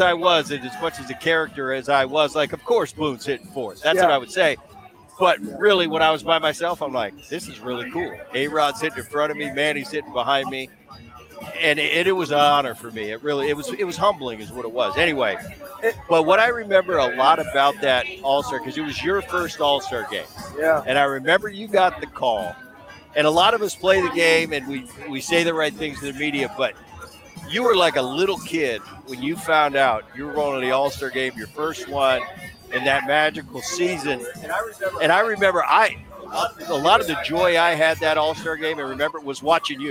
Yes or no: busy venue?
yes